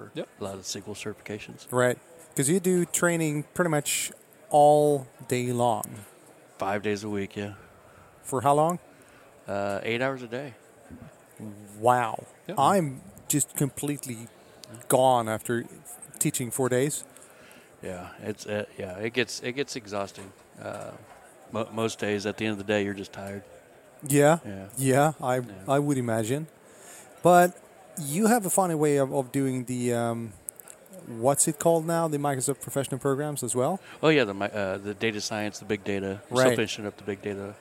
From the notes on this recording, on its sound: recorded at Microsoft Ignite in Orlando